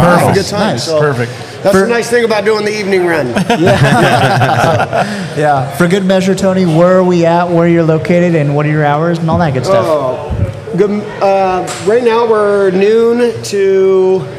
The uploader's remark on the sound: We recorded a live podcast at our 2022 Toy & Canned Good Drive at BNS Brewery. All joined us on stage.